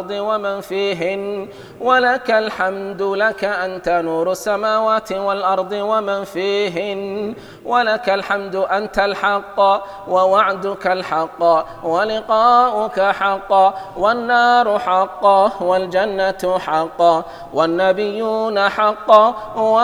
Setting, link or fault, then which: setting, large echoing room